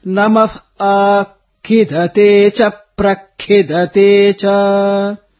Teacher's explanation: Since kha is mahaprana here, little extra punch has to be given in such conditions.